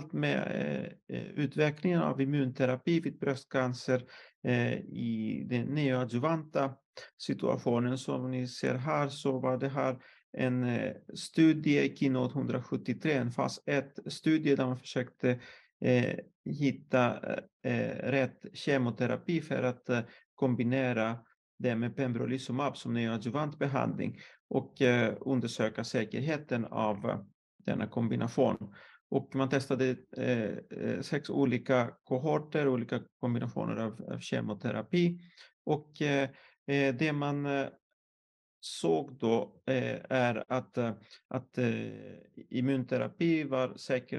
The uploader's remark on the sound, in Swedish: Ljudinspelningen från SOF:s webbinarium om Bröstonkologi som sändes 16/5 -2023.